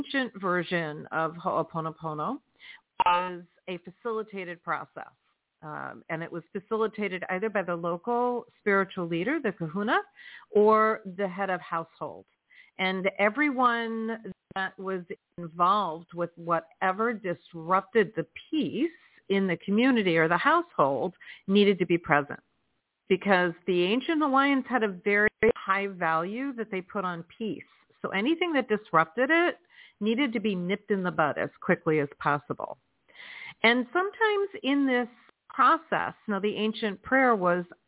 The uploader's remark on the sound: in response to callers' questions.